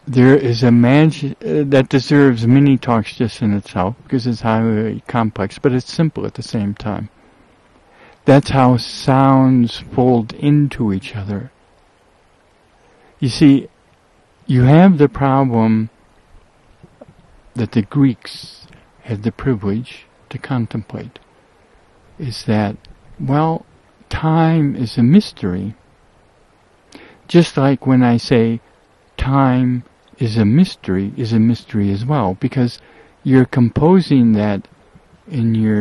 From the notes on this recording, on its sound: RECORDED above 6 Mile Meadow, West Forth of the WALLOWA RIVER, Eagle Cap Wilderness, OREGON. I ran out of Sun2Sound, so this is just the first part.